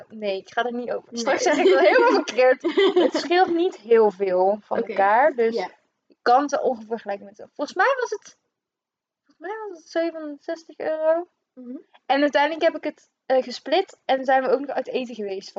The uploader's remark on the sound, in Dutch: Eerste podcast, sorry voor het geluid, haha...